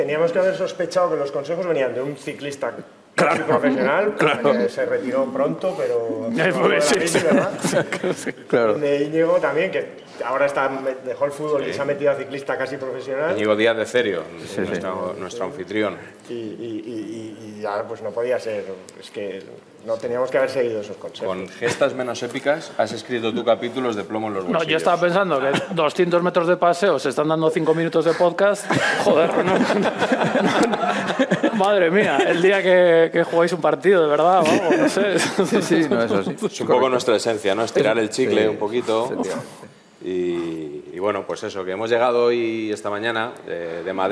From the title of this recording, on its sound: Live from Reale Arena